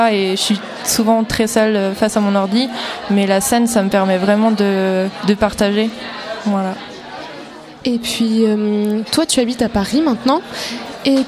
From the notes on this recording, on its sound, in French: Pour parler musique, live, illustration et bienveillance au festival Les Créatives.